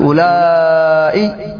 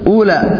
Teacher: قال بالمد عند الحجازيين وبالقصر عند التميميين، يعني هذا بالمد أولئي، هذا هو المد، وبالقصر أولى.